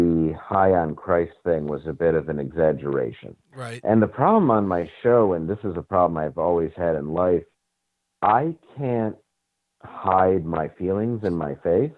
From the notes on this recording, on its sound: Called.